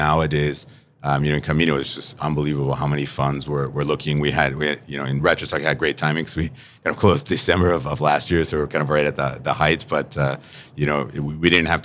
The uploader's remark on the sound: We sat down to record this episode live at Money/2020 Las Vegas - the Super Bowl of fintech!